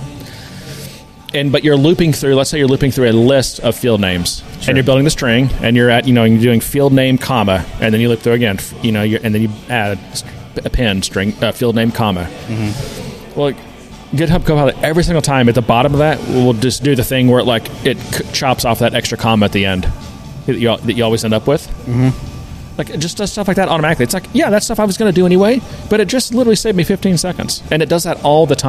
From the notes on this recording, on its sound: We get out of the office and record from our local watering hole, Thirsty Growler.